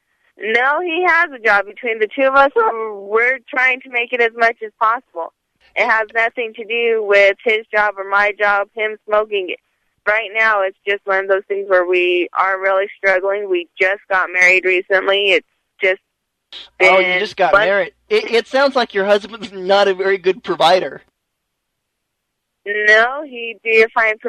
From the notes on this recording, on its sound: Prank Phone Calls